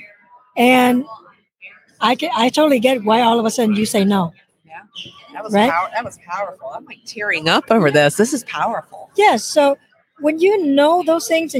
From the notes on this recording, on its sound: LIVE from SmileCon